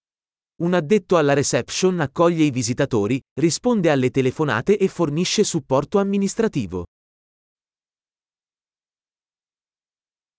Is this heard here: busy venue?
no